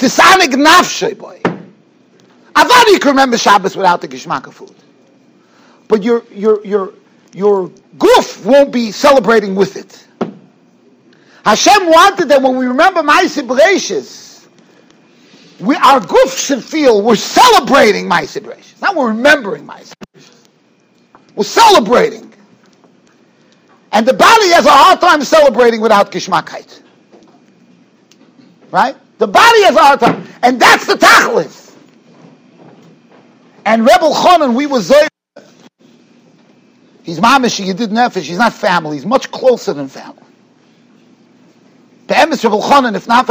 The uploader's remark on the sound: Shiur recorded in Yeshivas Ohr Reuven, Monsey, NY.